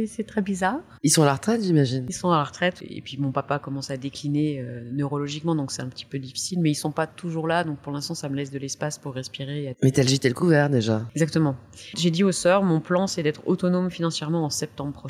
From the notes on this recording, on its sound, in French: Nous avons enregistré dans un bar parisien autour d'un chocolat chaud. Navrée pour la qualité de son qui s'en ressent.